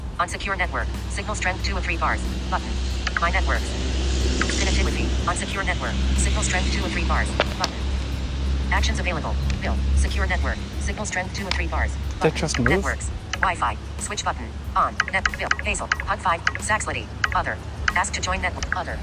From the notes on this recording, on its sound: Walking, listening to the radio, and playing with wifi. I'm out walking which is rather normal but, the difference is I left all of it in the Podcast episode this time. But, I just don't know how it will all sound when listening after the music has been added via Anchor.